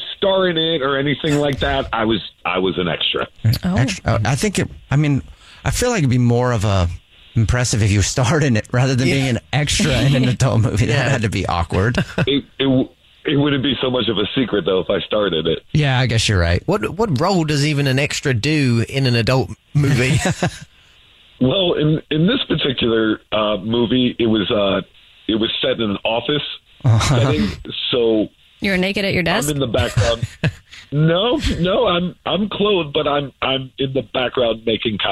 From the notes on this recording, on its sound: The caller. There is a guy on the phone today.